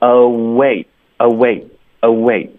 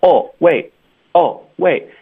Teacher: Phoebe 就稍微口吃了一点他就 Oh wait I forgot 他就是还有什么想要说的然后他就忘记了 OK 所以这就是我们下一句要练的就是 Oh wait 然后再来一个 I forgot 哎你说这句话这简直太常用了吧生活中时时有忘记的事情然后突然就想起来说哎呀等一下我忘了很正常是不是很实用呢学起来学起来所以我们新进来的同学可以用这个来锻炼锻炼这个连读技巧这些实际发音的规律我们开头有一个 await 注意 oh 你的嘴唇会撅起来在结尾 oh 有一个呜你要借用这个已经撅起来的嘴唇推动后面的 wait · Shown in: first take · Term: 连起来发